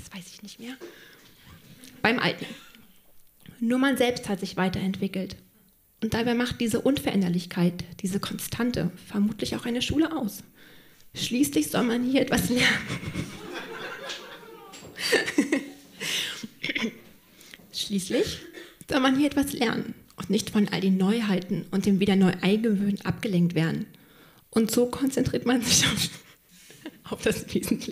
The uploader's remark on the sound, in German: Auswahl der Beiträge von der „texte von gestern“-Liveshow. Im Monarch, Berlin. An den Monarch, unser tolles Publikum.